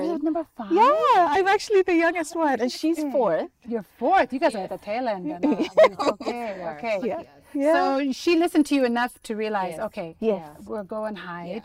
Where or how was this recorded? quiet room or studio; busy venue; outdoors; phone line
outdoors